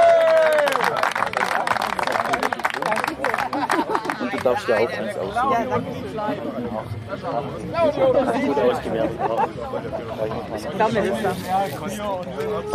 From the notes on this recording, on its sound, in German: Live Vor Ort in Weinstadt vor das Micro bekommen.